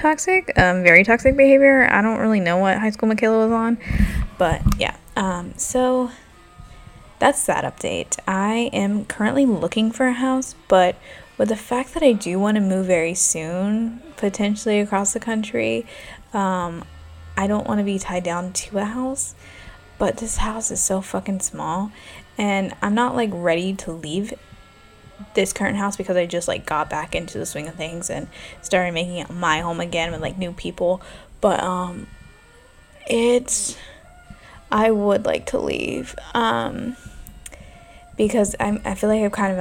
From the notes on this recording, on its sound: I am so sorry about the noise my new neighbors love playing music all hours and my jazz music is trying to block it out